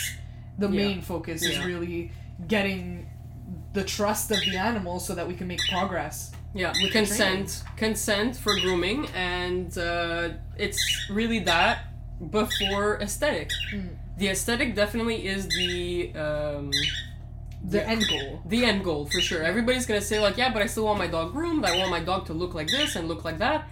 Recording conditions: sounds in the background